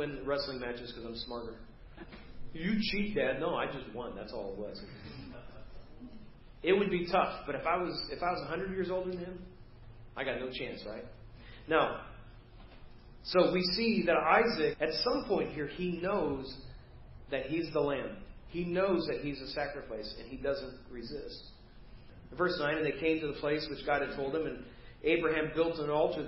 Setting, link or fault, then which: setting, large echoing room